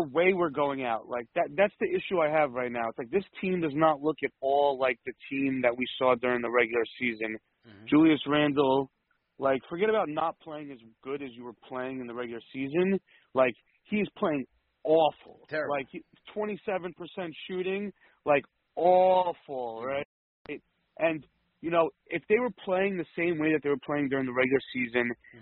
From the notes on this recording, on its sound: takes live phone calls from fans around the world